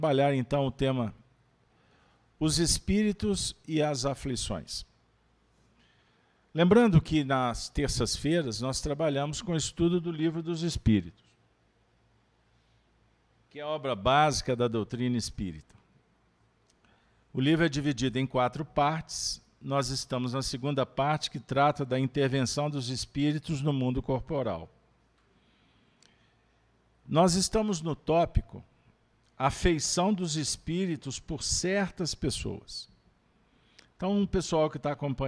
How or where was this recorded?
live audience